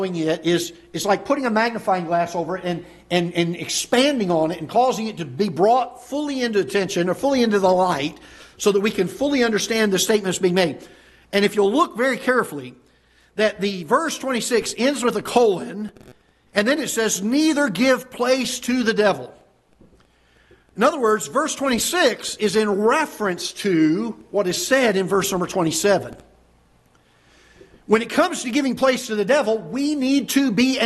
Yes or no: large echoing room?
yes